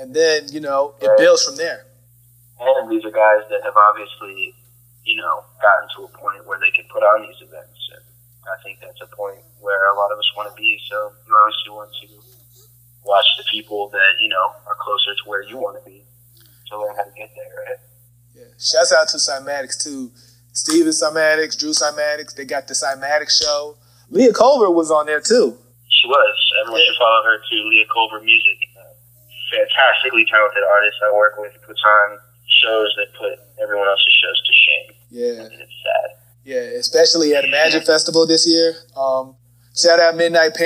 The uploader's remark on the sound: Phone Interview.